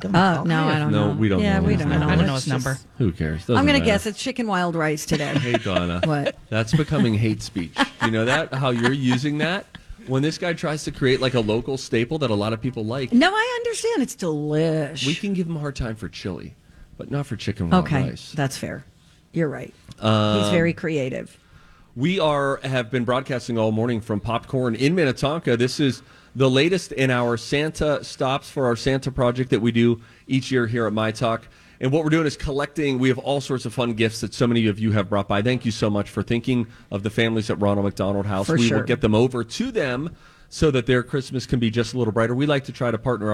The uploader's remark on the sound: On Location at Popped Corn in Minnetonka